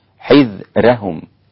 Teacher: انفرادة للإمام ورش عن نافع في حذرهم بترقيق الراء